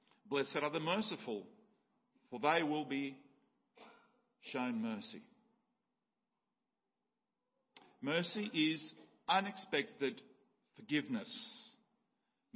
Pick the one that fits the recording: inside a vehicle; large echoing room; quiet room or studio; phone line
large echoing room